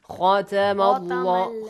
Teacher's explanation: elevate the sound of kha and lower the sound of ta